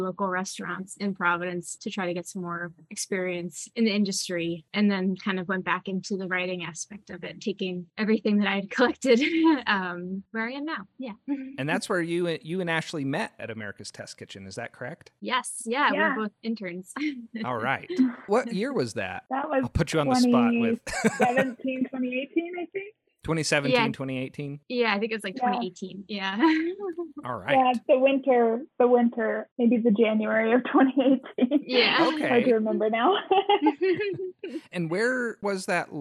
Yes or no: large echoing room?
no